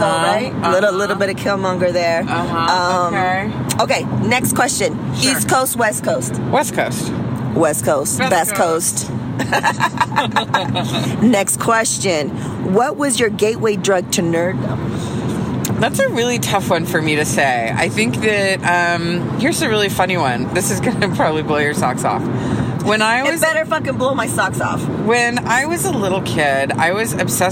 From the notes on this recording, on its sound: They recorded via iPhone on the road to Coachella Weekend 2.